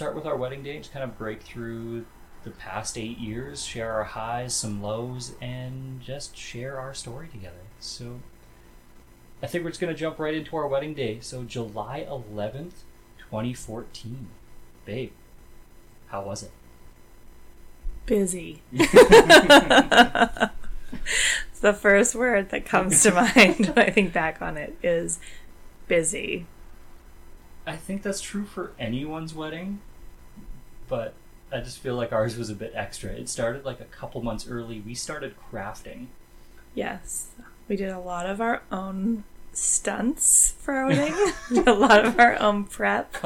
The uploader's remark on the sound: the audio quality of this episode sucks I have done everything I know how to do and I could not improve this episode